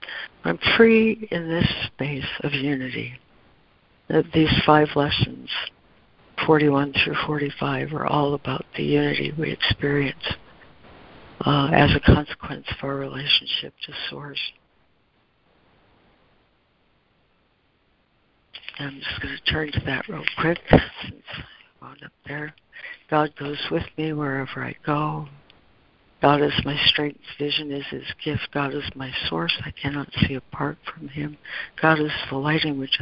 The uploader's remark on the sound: ACIM Daily Conference Call.